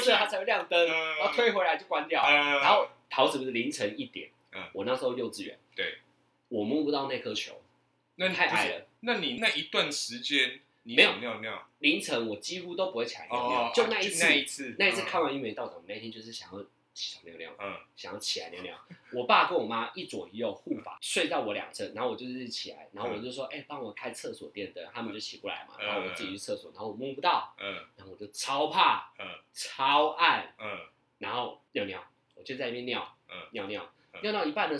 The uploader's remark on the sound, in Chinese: 本集於配備升級之前錄製的, 聲音上需要大家的體諒